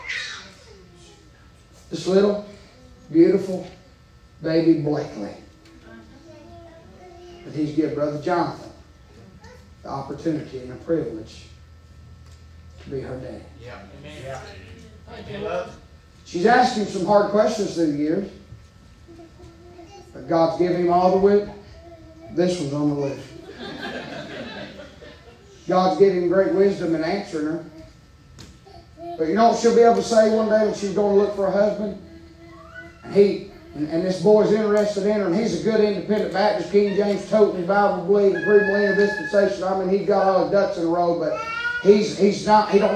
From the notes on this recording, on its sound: preaching live from Still Water Baptist Church